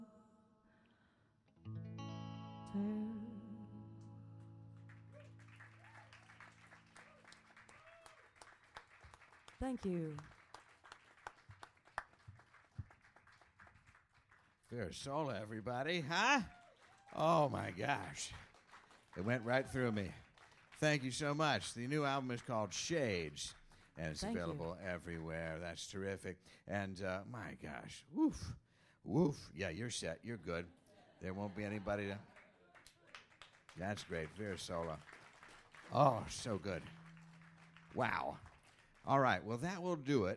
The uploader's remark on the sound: returns to New York City with a terrific live show